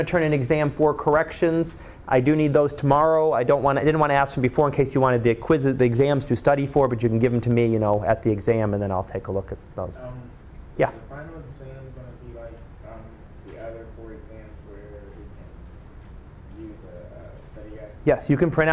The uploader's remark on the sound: Live Class Lecture.